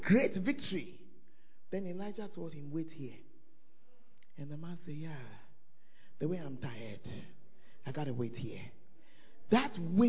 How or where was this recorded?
large echoing room